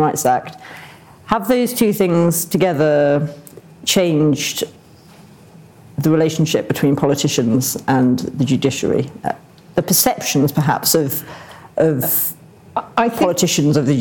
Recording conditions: live audience